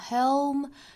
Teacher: 这个舌侧音在这个词里面发得非常清楚啊